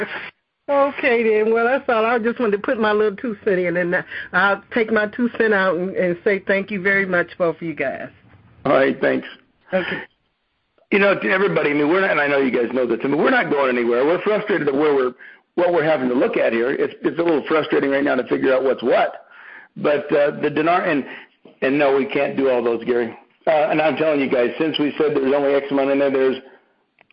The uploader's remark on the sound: Here is a conference call